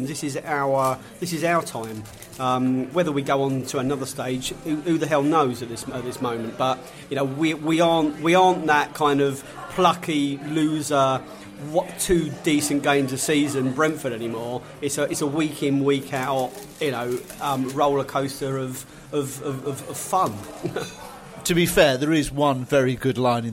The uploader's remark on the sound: Pre-South Coast Match podcast from the pub. This evening assembled in The Lord Nelson Pub in Brentford for the very first time were. Fans in the pub discuss the Brentford v Liverpool match.